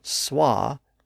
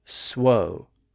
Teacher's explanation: In early Middle English, the vowel shifted from swa to swo. So it shifted to one of those rounded vowels where we round our lips.